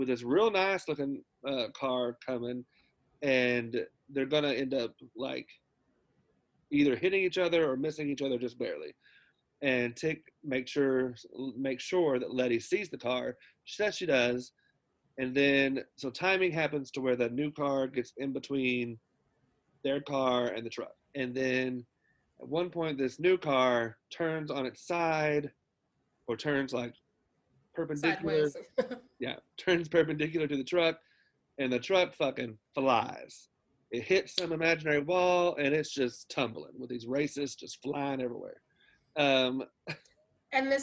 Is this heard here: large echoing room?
no